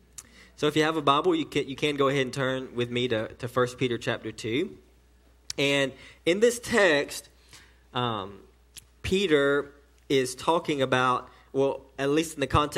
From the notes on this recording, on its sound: sermon delivered to Cottondale Baptist Church in Eastman, GA on 8/12/18 during the 6pm service